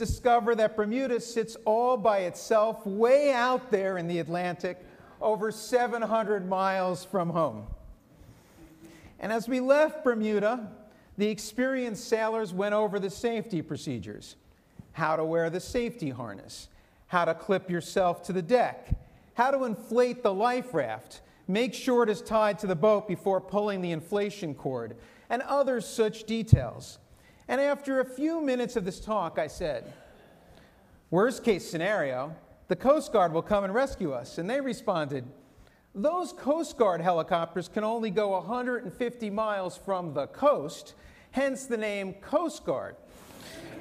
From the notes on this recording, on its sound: This sermon was recorded in our synagogue's sanctuary.